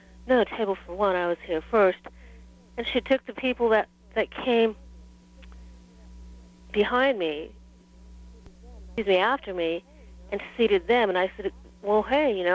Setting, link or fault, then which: link, phone line